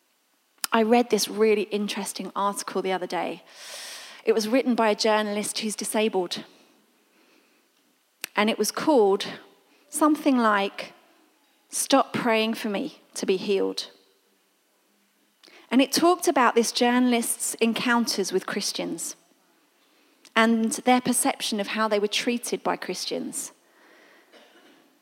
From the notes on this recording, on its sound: This was recorded at Skylark Church on 18th August 2019.